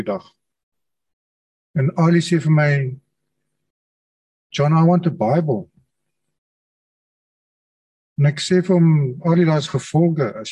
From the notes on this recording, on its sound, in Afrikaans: Manne van die Woord Zoom Byeenkoms